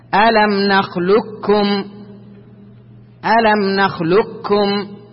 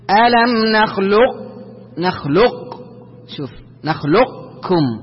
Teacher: الإدغام الناقص حيث تبقى صفة الاستعلاء في القاف · Shown in: second take · Term: إدغام ناقص